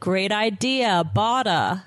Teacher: pronounce T as a D in words, you know, like, for example, in between vowel sounds